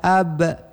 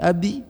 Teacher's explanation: maka ba itu qalqalah, mendekati bacaan ba, tetapi tidak sampai kepada ba karena dia mati, menjadi lafadznya ab · Shown in: first take · tidak lagi ab, tidak lagi abu, tidak lagi abi, tetapi ab.